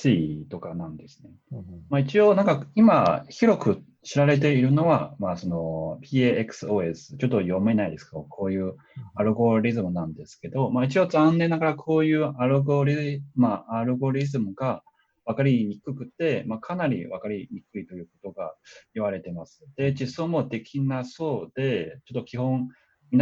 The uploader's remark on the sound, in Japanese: 久々収録で初リモート収録